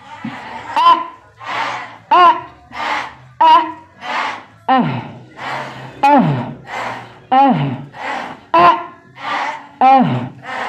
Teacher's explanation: أقصى يعني أبعد حاجة عن الشفتين. مين؟ الهمزة والهاء. · Term: أقصى الحلق